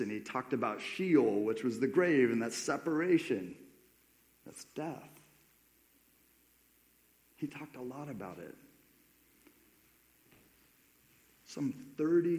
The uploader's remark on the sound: This sermon was preached at Crosswater Community Church in Sultan, WA.